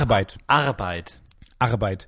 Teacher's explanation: Da hat man das gutturale R noch mit drin.